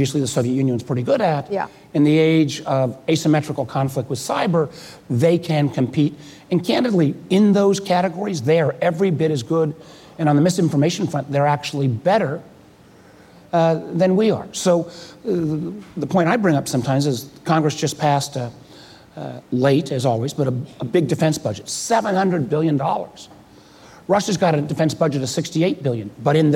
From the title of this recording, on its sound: Live at Code 2018